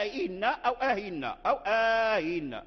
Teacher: بلفظ الاستفهام أي بهمزة مفتوحة ثم همزة مكسورة. الهمزة المفتوحة صورتها الألف، والهمزة المكسورة صورتها الياء، فهذا لم يختلفوا فيه.